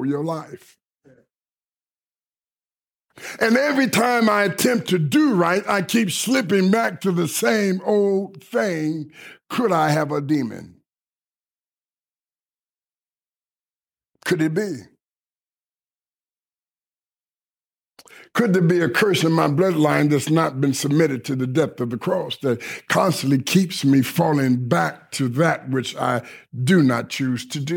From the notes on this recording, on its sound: delivered at Kingdom Center Rockford